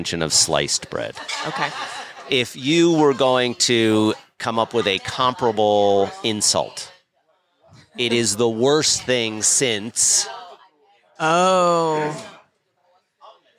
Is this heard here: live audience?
yes